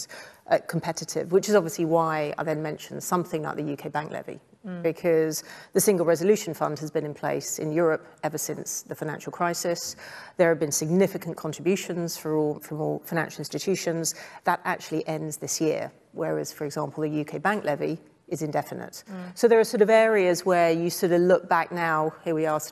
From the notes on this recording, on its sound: Recorded in front of a live audience.